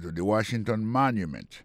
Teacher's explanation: on va voir que le mot Washington, l'accent tombé sur le premier syllabe là. Pour le mot monument, il tombe sur le premier syllabe là.